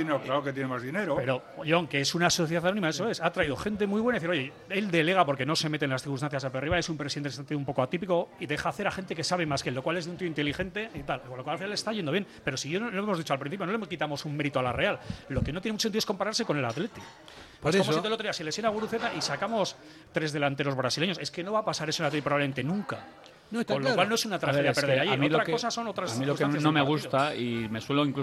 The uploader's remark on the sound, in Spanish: Hoy montamos una mesa redonda de periodistas (muy movida) en el Ein Prosit